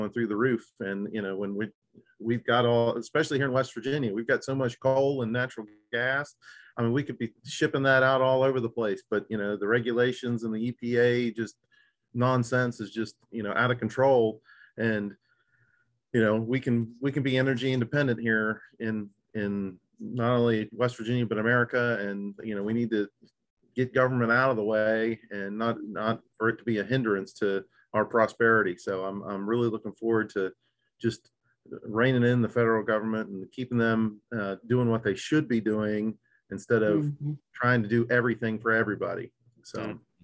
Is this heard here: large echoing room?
no